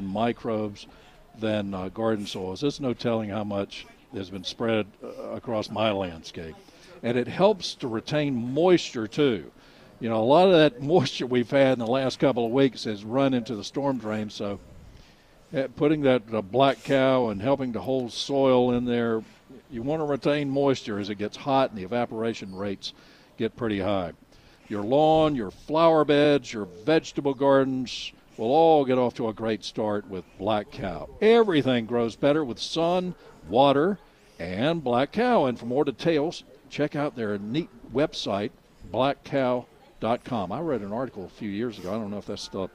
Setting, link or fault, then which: setting, busy venue